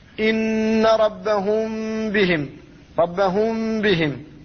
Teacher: فالميم ذهبت وبقيت صفتها وهي الغنة وخرجت من الخيشوم، هذا هو الإخفاء.